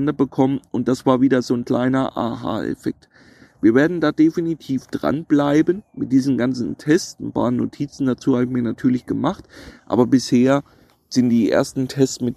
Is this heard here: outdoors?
yes